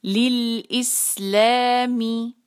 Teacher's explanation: इस्लामी में ई बारीक रखना है, सीन पर सीटी। इस ले आसान है, दो हरका खींचना है।